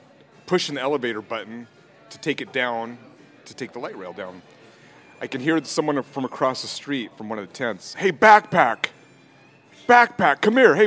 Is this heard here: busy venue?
yes